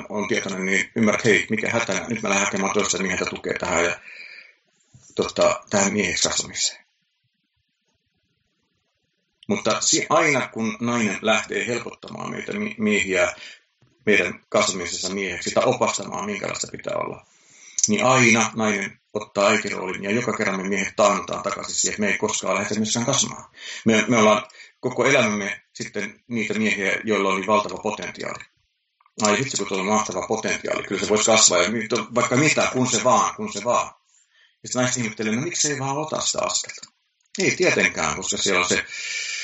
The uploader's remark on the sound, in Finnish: Nauhoitin podcastin ensikertaa Skypen välityksellä, ja ääni ei ole ihan niin selkeä kuin toivoin.